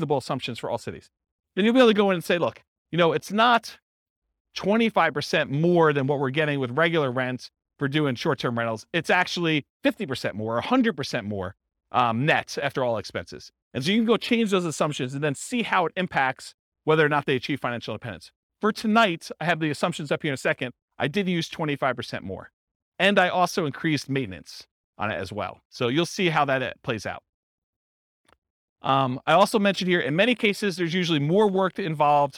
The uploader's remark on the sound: This was a live class recorded